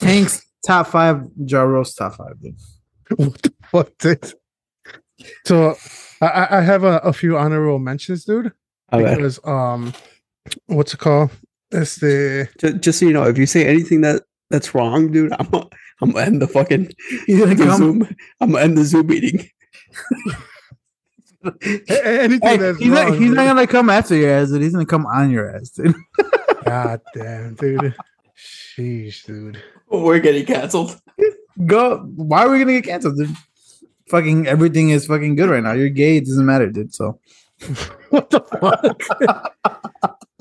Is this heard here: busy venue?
no